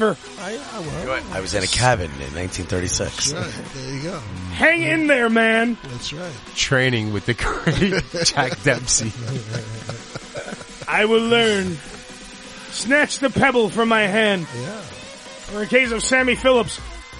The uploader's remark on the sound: party in the studio complete with a LIVE DJ